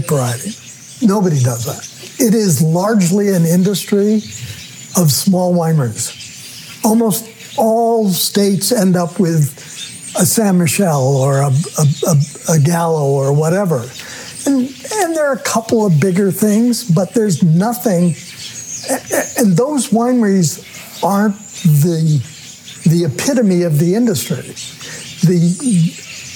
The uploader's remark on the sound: talked on the terrace outside the home we built together in 1971, which sits on top of our original winery